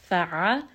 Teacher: Ayn is going to be from the middle of the throat. You are going to feel just a little bit of constriction as we say this letter.